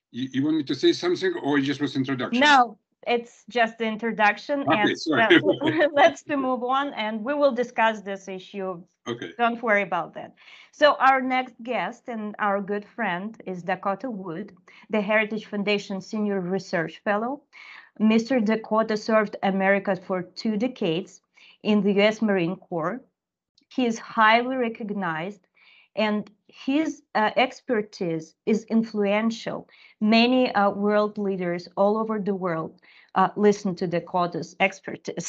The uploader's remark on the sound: This recording is from our webinar which was held February 11.